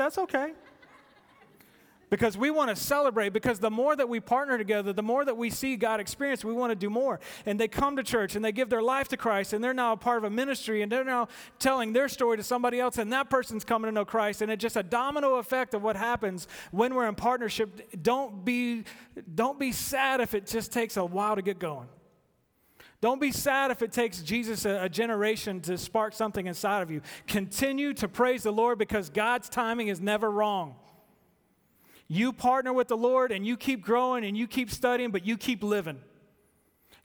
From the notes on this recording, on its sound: At The Fellowship at Two Rivers. Recorded live on August 4, 2019.